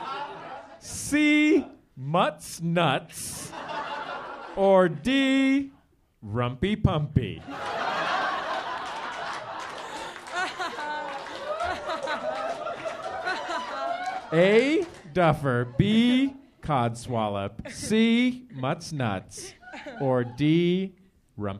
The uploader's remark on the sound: Live at MaxFunCon. A live recording at MaxFunCon 2011.